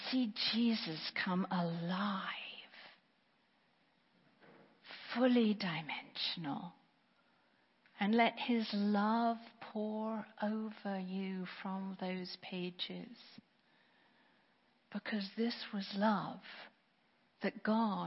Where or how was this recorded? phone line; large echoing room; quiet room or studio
large echoing room